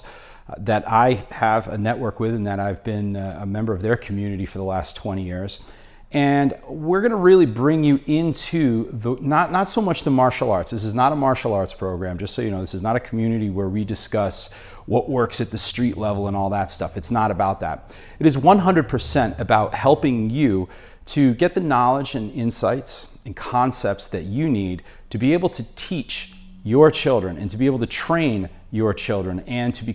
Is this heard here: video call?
no